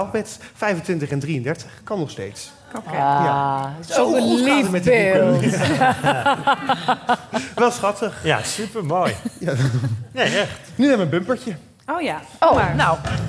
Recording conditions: live audience